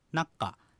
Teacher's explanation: ネヤッカ何々であってもが発音の速度によってはナッカというふうに発音される · Term: 音の変化